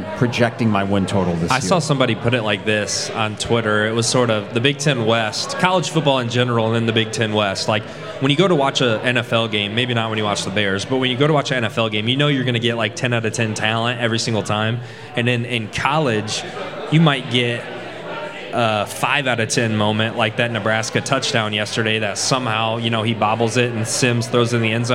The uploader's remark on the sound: Live from Pour Bros. Craft Taproom